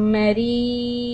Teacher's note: you stop on Hamza with فتحتين، that's two فتحة، and we are going to do the alif sound, two harakat. مد عوض عن التنوين.